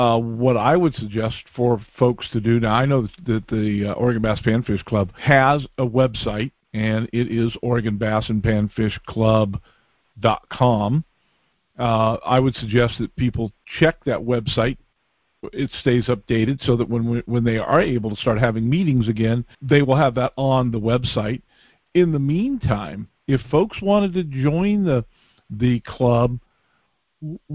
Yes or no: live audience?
no